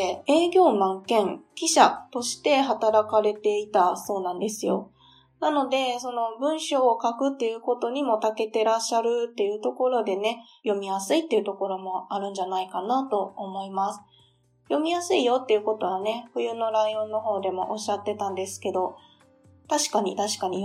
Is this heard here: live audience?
no